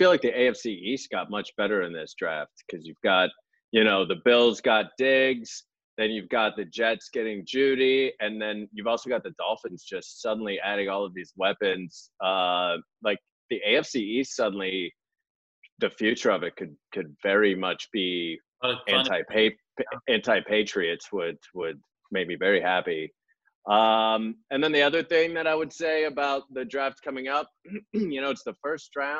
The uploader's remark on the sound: Got on a Zoom and did a virtual mock draft.